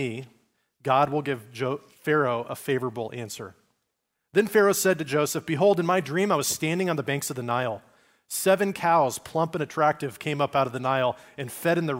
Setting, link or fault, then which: setting, large echoing room